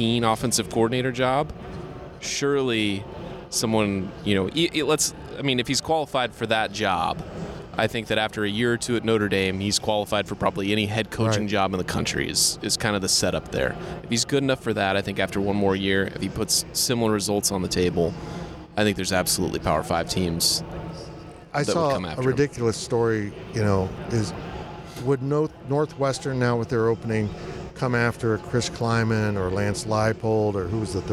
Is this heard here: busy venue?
yes